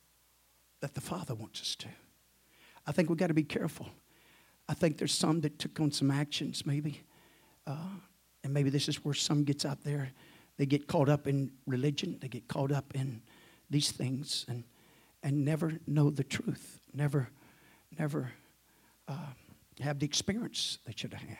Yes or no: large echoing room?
yes